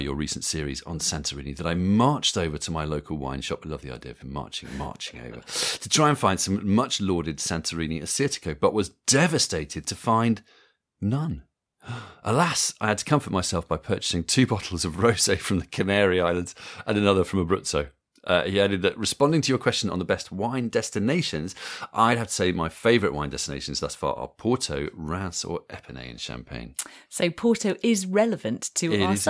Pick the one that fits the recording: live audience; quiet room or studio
quiet room or studio